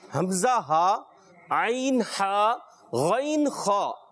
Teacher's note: حمزہ ہا حلق کے نیچے والے حصے سے، عین ہا حلق کے درمیان والے حصے سے، اور غین خا حلق کے اوپر والے حصے سے · Term: حروف حلقی